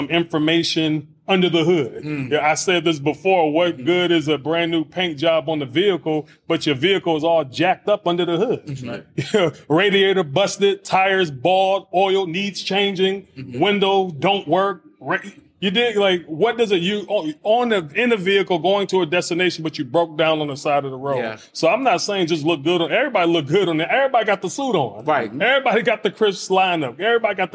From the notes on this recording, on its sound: Broadcasting live from the National Alliance of Black School Educators (NABSE) Conference. Live from the NABSE Conference.